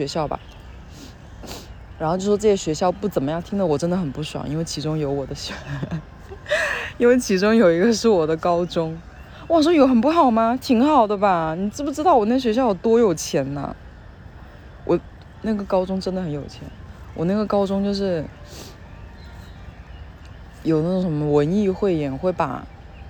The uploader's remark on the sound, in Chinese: 带你们去公园散步，杂音很大